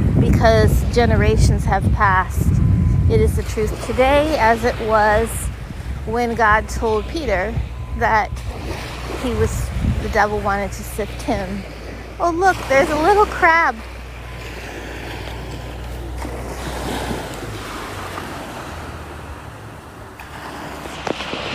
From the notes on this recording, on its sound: Take a walk with me down the beautiful shore line of the Gulf of Mexico live today. There's a storm coming.